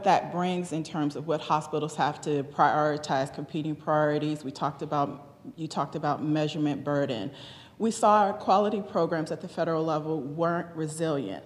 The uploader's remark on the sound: This episode features the audio from a press conference that the ACS held in Washington, DC